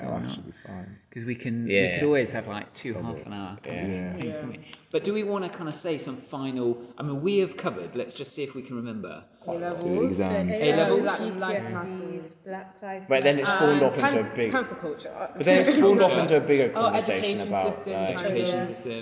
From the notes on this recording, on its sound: Recorded in the Parish Hall, New Southgate, London N11.